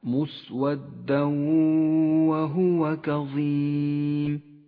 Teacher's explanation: يدغم التنوين بالواو، يسقط التنوين من اللفظ، لذلك هو رمادي اللون، وتغن الواو بمقدار حركتين، ولذلك هي خضراء اللون. · Term: الإدغام بغنة